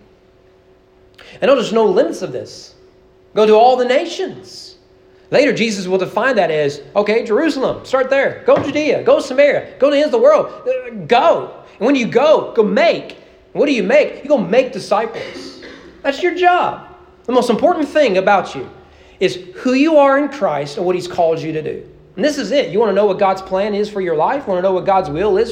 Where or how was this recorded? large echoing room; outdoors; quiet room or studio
large echoing room